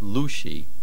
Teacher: The main accent is on the lamed, lushi.